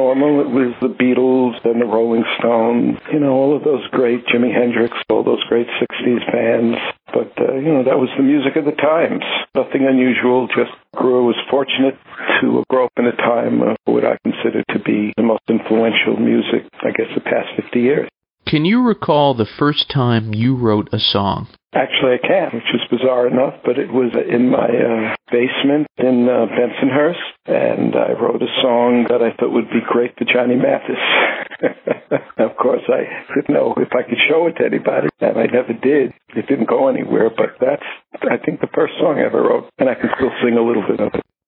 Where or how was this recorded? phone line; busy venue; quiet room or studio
phone line